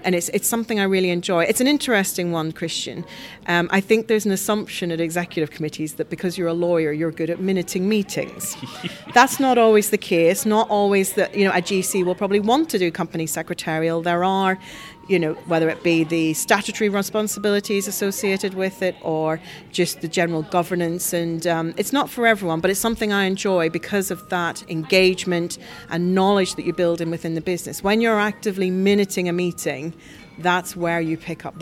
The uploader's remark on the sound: We are live from The Lawyer ’s In-House Financial Services conference. We are live from The Lawyer ’s In-House Financial Services conference.